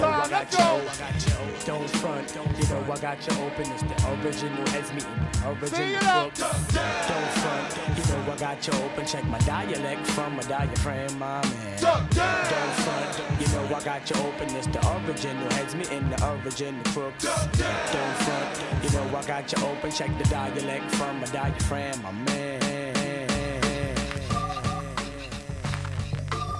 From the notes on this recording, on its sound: Recorded at The Do-Over Brooklyn